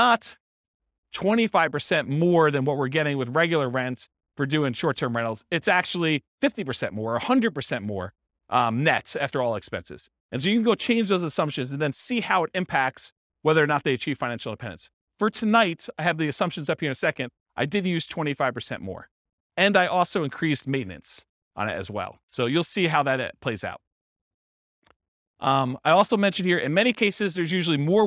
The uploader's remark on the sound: This was a live class recorded.